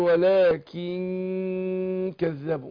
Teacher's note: النون بتاعت ولكن ساكنة مش كده، وجي بعدها الكاف من حروف الإخفاء الخمستاشر، فأنا عايز أخفيها النون، أخفيها عند الكاف مع إيه الغنة حركتين